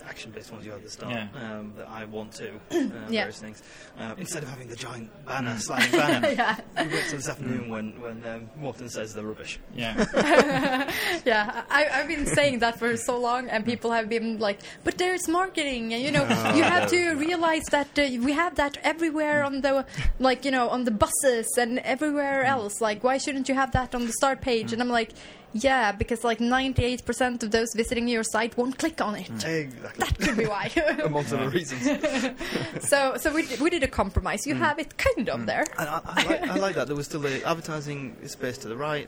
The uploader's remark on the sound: This episode comes “live” from Conversion Jam 2 in Stockholm Sweden. A conference about conversion optimisation.